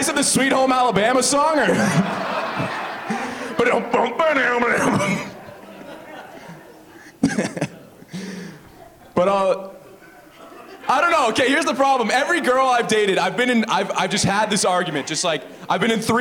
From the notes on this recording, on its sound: Angels Live In My Town comedy event “One Night Only 2” was recorded on June 24th 2023 at The Sanctuary Centre for the Arts in beautiful downtown Ridgeway/Crystal Beach.